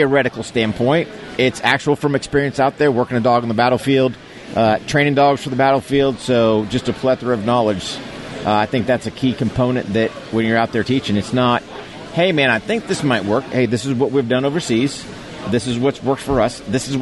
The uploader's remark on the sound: Live from the Muscatatuck Urban Training Center for the ATK9 Training Conference.